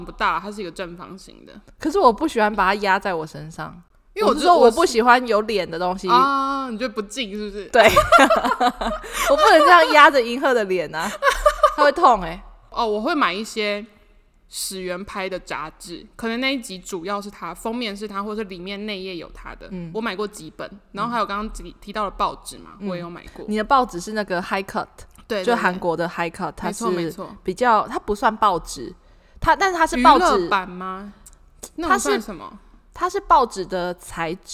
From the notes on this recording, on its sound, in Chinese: 我們換了一個大空間錄音導致收音狀況會有較大回音，敬請見諒